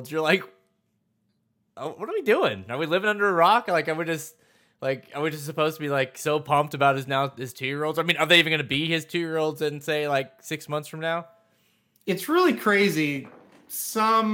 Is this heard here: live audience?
no